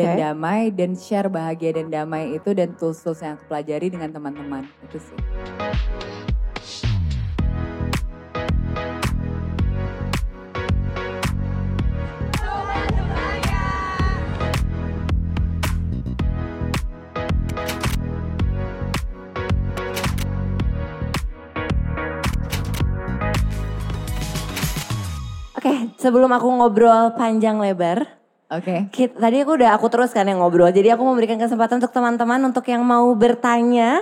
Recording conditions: live audience